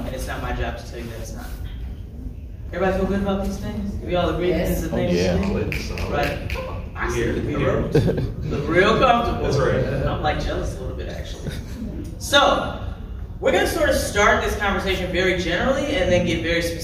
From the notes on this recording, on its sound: THE SPECTRUM OF BLACK HORROR panel at Fan Expo 24.